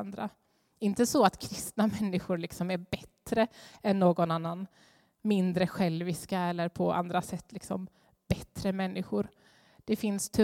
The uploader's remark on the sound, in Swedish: Inspelning från Immanuelskyrkan Skövde.